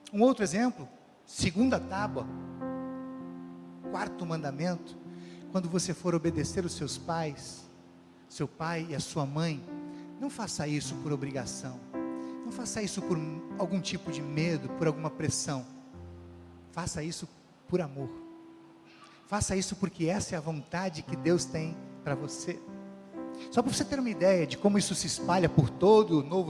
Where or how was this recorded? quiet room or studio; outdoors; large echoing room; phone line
large echoing room